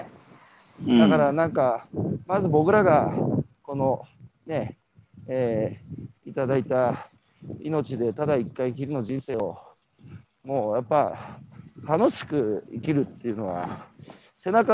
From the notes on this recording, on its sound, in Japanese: 歩きながら1時間、対談する